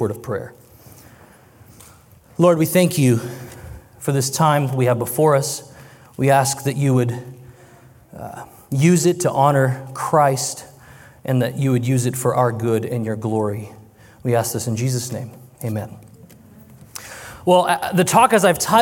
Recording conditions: live audience